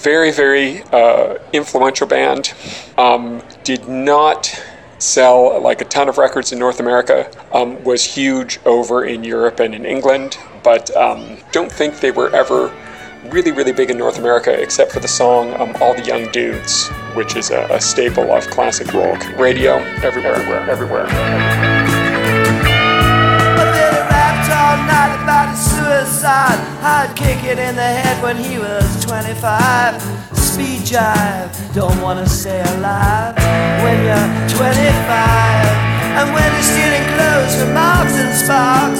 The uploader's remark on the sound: Recorded while waiting for a bus to somewhere back in the somewhen by a someone that still listened to CD's on the bus.